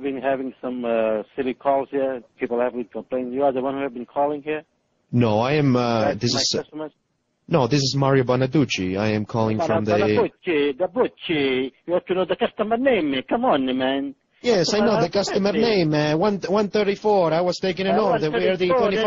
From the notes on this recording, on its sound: …'s Personal Prank Phone Calls Collection.